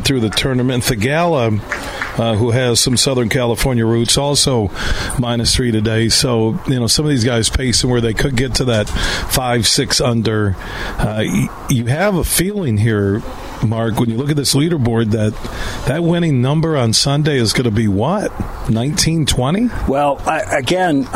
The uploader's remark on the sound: It's the final day of us broadcasting live from the Blythefield Country Club which is home to the Meijer LPGA Classic for Simply Give.